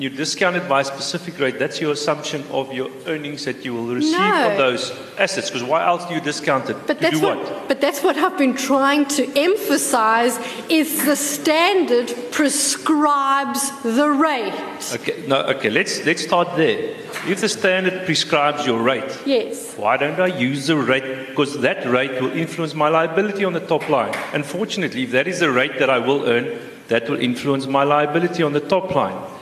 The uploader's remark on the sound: Pensions Conference held at the Lord Charles Hotel on Monday 3 August 2015